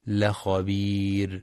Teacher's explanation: ترقيق الراء عند الوقف لخبير لسكونها بعد ياء مدية